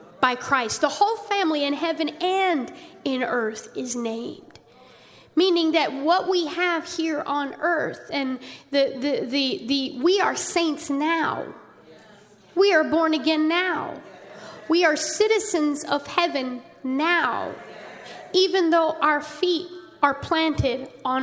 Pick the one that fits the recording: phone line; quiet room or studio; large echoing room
large echoing room